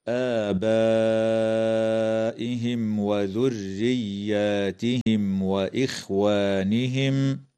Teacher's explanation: الكلمة فتمد من قبيل المد المتصل بمقدار 4 أو 5 حركات، وتظهر الميم الساكنة عند الواو